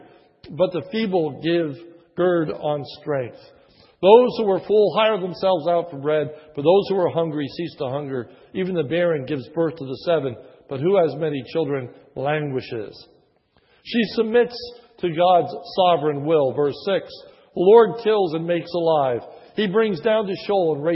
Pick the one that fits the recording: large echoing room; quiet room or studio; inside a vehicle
large echoing room